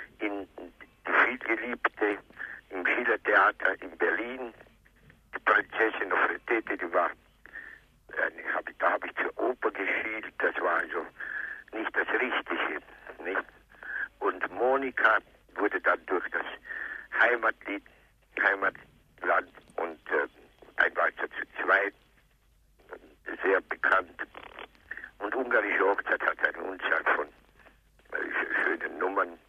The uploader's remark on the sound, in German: Telefoninterview